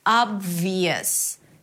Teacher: V, high E, a Y sound, schwa, and S.